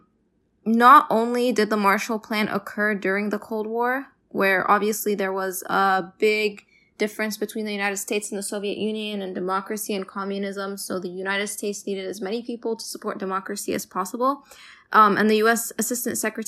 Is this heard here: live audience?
no